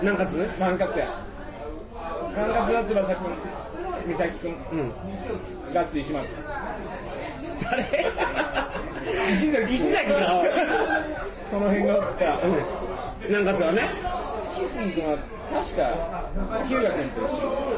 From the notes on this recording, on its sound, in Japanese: 新橋の居酒屋で録りました。新橋の居酒屋はとてもやかましい。